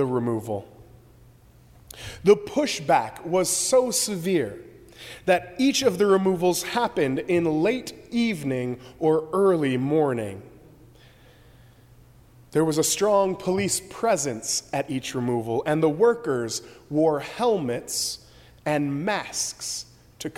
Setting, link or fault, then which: setting, large echoing room